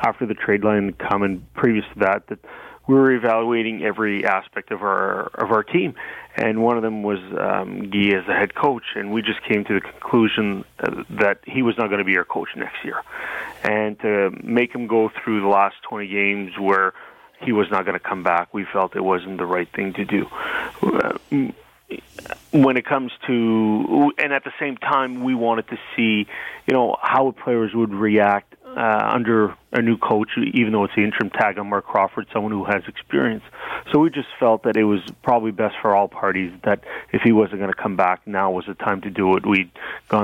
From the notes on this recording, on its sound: Phones in to talk with the boys.